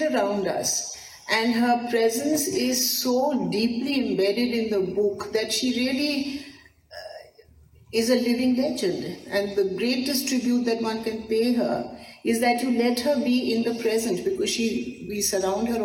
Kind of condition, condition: setting, live audience